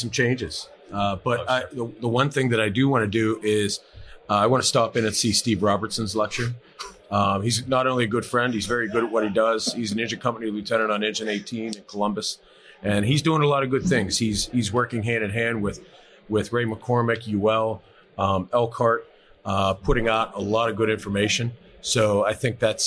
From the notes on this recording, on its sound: Live at FDIC. Host a livestream discussion from FDIC International 2023.